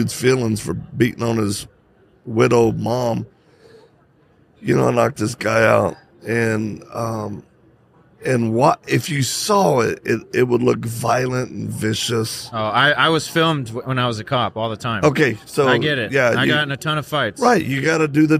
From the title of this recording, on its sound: Live at AmFest